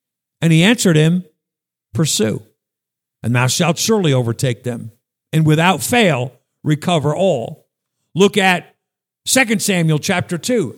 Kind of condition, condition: setting, large echoing room